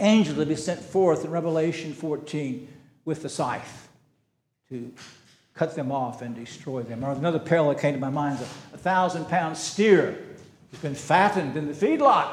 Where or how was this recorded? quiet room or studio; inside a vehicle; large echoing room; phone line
large echoing room